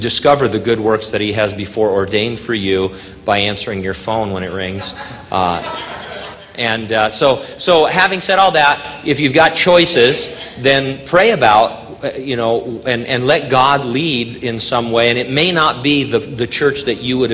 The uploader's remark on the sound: during a live Q&A session